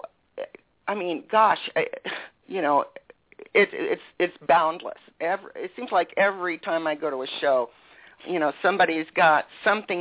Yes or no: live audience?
no